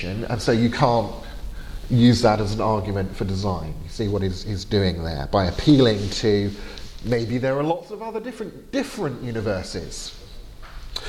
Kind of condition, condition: setting, large echoing room